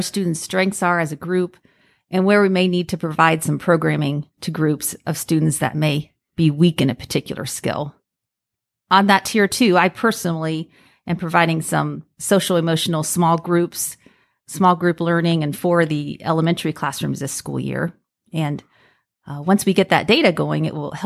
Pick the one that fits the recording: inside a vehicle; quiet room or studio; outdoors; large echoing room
quiet room or studio